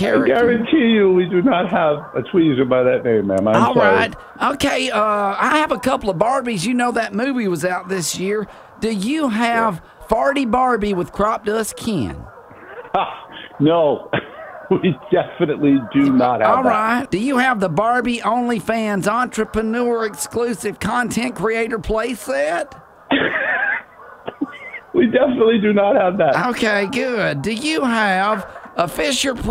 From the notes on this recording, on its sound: live at The Well collecting toys for LEO Santa.